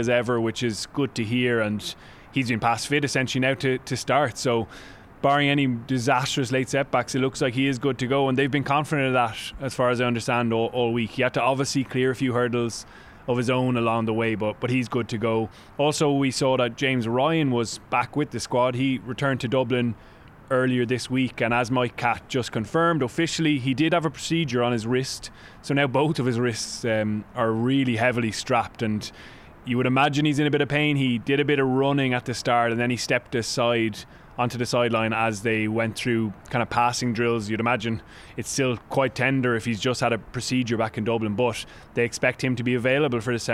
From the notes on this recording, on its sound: Live from the captain's run.